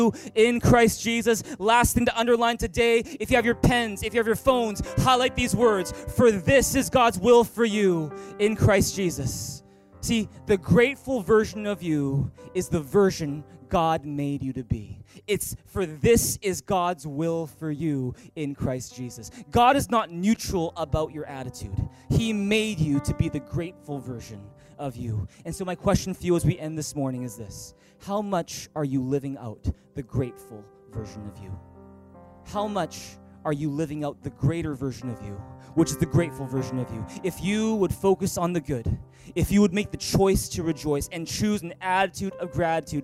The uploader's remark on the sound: Recorded on October 7, 2018 at THRIVE Church Vancouver, Canada